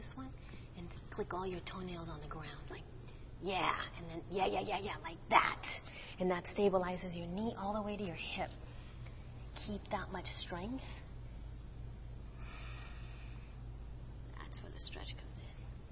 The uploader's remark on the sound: Live and Unplugged At The Center For Yoga